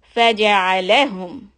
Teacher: Faja'alahum. And hum, dhamma, rounded lips, meem, flatten it so that the meem becomes soft.